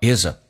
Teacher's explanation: 你也可以把 th 去掉，用 z 跟 a 形成连音